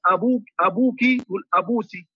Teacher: وإن لم يقلبوا الكاف سينا خالصة ولكن يأتون يعني بسين